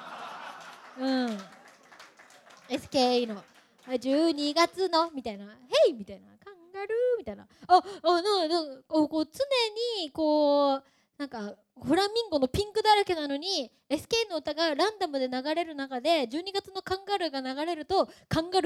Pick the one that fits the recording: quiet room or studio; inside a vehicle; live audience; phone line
live audience